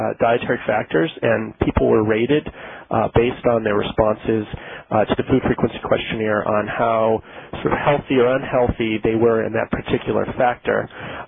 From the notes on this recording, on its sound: Author in the Room® Teleconference